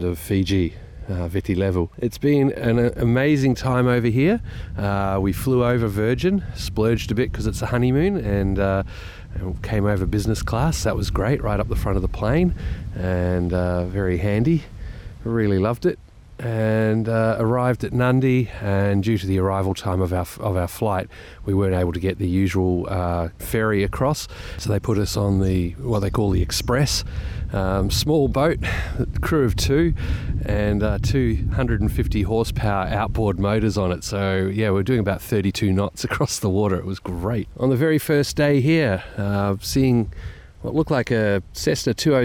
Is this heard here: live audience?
no